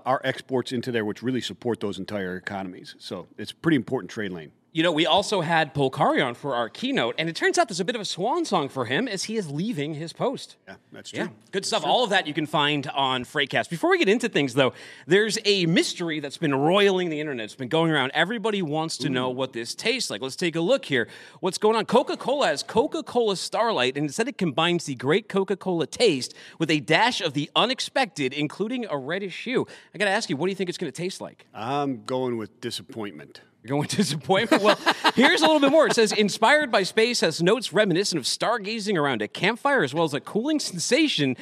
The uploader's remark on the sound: Coming to you live from day 5 at Global Supply Chain Week.